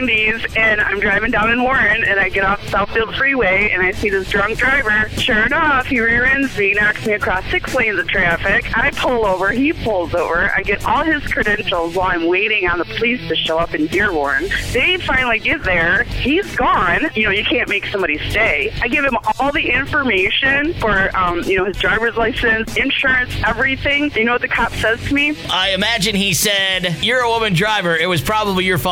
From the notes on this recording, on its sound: I opened up the phone lines to have people call